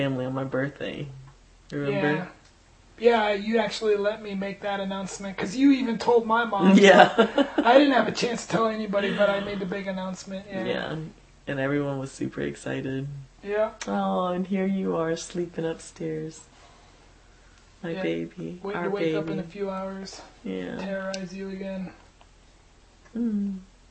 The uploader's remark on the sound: First recording on a little digital recorder, but there is no mic so it's still rough.